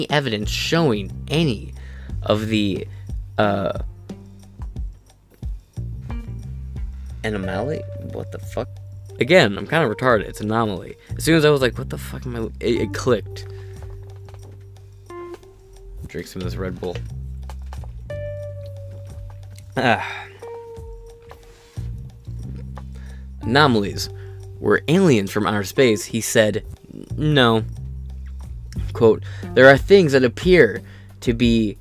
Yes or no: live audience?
no